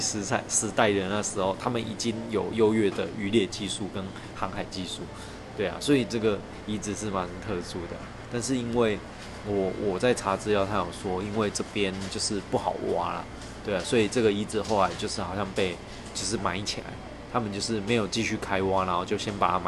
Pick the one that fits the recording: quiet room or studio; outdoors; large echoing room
outdoors